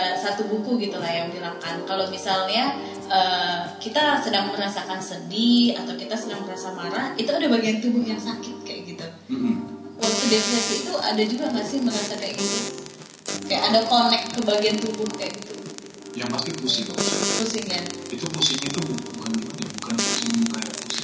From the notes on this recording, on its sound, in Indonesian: Rekaman podcast ini sedikit trouble secara teknis